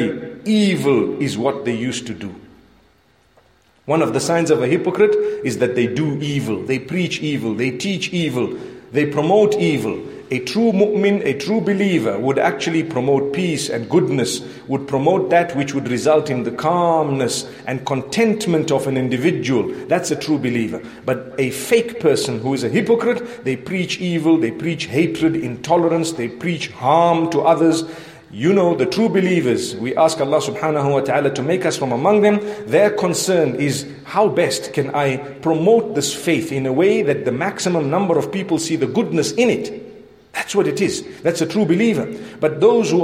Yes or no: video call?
no